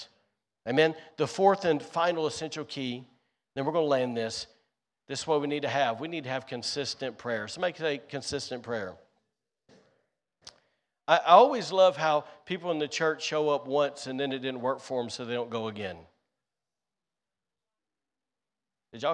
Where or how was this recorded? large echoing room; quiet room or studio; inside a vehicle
large echoing room